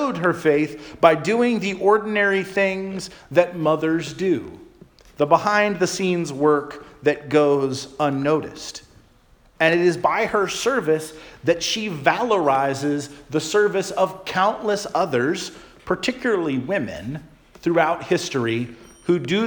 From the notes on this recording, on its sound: Charles Anglican Cathedral, Bremerton, WA.